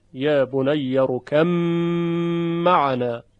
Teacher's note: یعنی حرف با در تلفظ شنیده نمیشه و میم مشدد میشه و ادغام صورت میگیره. حالا در روایت قالون به دو وجه خونده شده، هم به ادغام هم به اظهار.